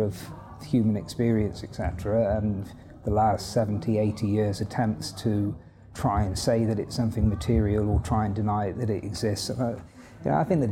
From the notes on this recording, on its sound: This interview was recorded at our philosophy and music festival HowTheLightGetsIn .